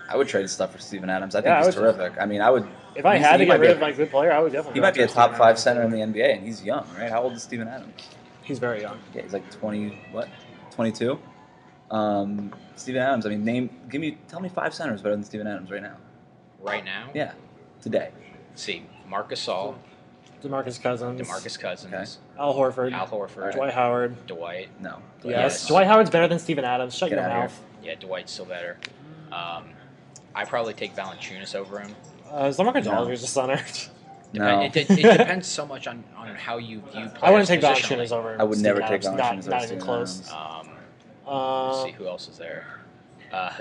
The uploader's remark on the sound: broadcast live from Summer League